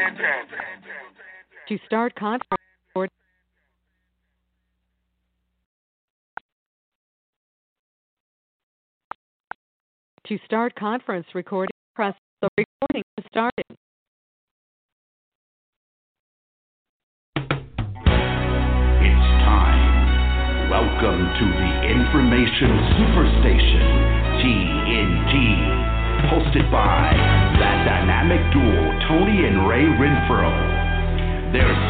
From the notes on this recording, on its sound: TNTSuperfantastic Conference Call